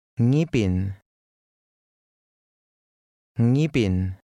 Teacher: Notice that this word begins with the NG sound combination. At the beginning of the word, the G is less pronounced and sounds somewhat like a Y.